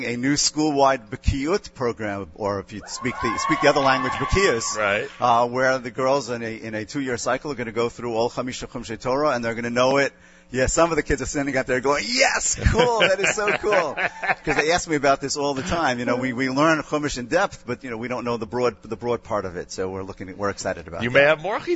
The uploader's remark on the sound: Live Remote Alert! Live from Rav Teitz Mesivta Academy (RTMA) in Elizabeth, NJ.